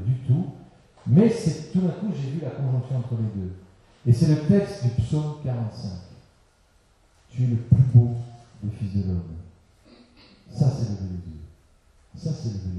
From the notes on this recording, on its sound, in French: Excusez-nous pour la mauvaise qualité de cet enregistrement.